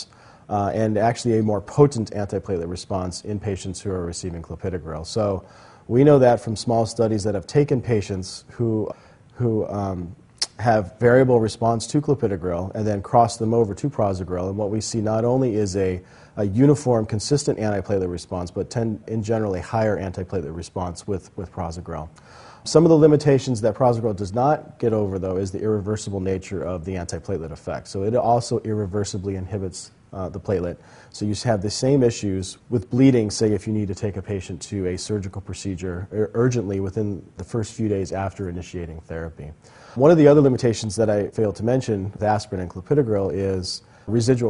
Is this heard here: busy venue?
yes